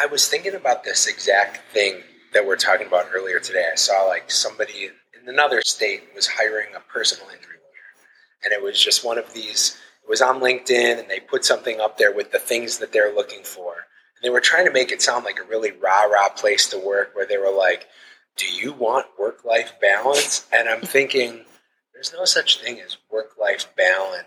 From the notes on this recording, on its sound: This episode of the Triple D Podcast was recorded at Six Shooter coffee on Pearl Road in Cleveland.